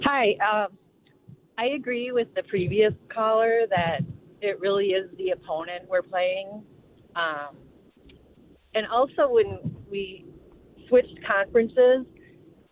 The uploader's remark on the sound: The guys open up the phone lines to hear straight from the horses mouth about why Gopher athletics aren't selling out.